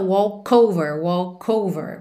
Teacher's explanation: walk termina em K. Então, naturalmente, você junta walk over